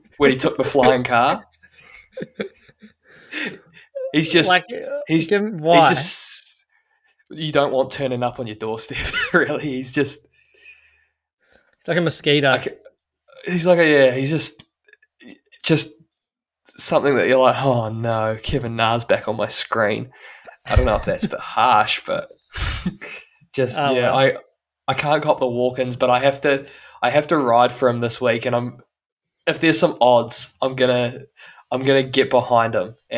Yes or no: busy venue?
no